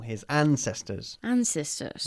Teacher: We stress the first syllable.